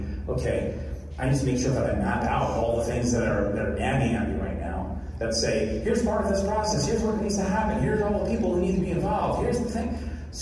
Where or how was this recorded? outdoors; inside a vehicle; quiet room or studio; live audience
live audience